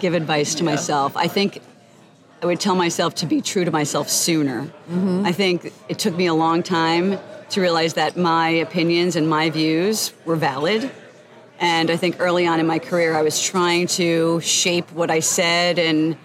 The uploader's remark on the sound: recorded live on the event floor of Nicsa's 2023 Strategic Leadership Forum during a networking breakfast